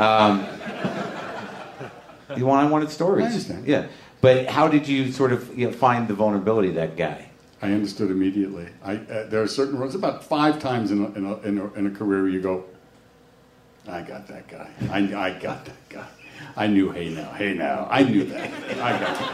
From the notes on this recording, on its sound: a Live WTF taping at SXSW in Austin, Texas